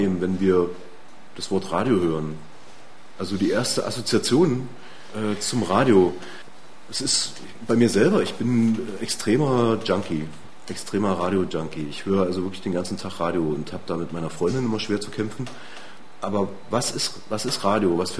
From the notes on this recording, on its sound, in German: Ein Mitschnitt eines Vortrags. Beim Freien Radio Oberösterreich FRO in Linz.